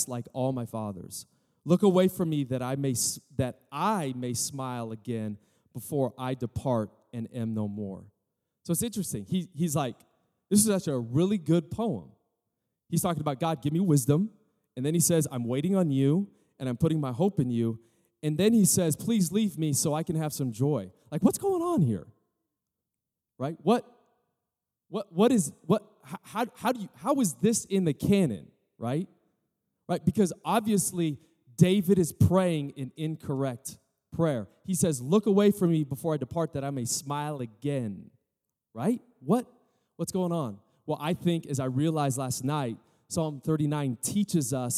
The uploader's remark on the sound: Recorded live at Capital Church, from the Church on the Lawn Series.